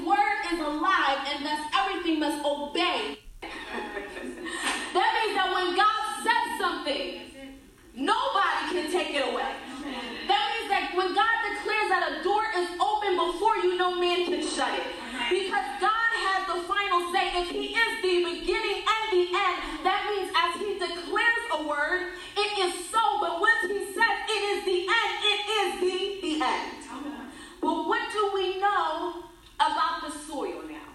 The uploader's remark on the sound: rendered at the 2019 Women's Fest Conference